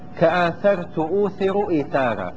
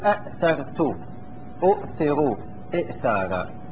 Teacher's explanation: فيجب فيه إبدال الثانية مدة تجانس حركة أولاهما · Shown in: first take · الأولى مضمومة نقلب الثانية الساكنة واو، الأولى مفتوحة نقلب الثانية